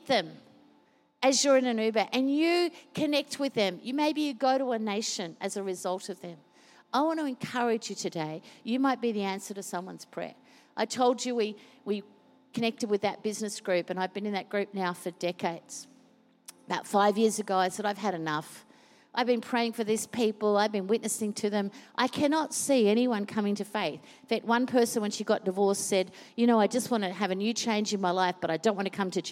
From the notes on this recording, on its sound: Recorded during our 9am service